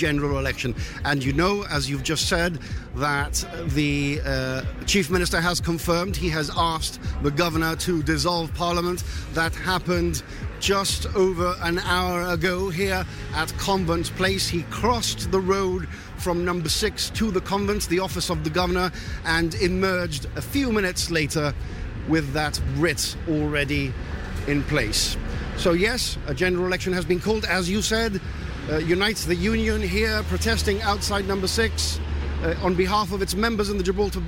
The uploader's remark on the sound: Full coverage of Press Conference from No6 Convent Place